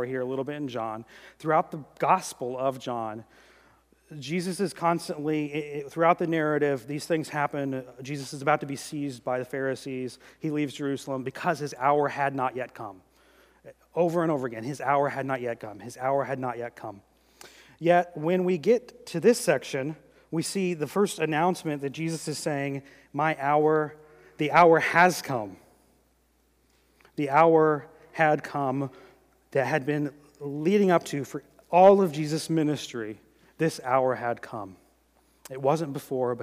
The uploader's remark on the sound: during the 2018 Good Friday service